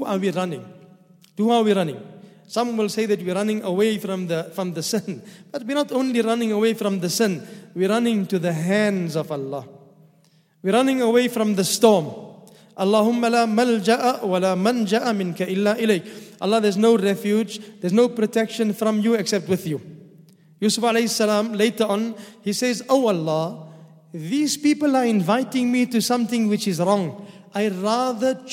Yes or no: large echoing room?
yes